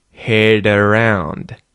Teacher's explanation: the D at the end of the word head becomes a T flap because it's followed by a vowel sound at the start of the word around.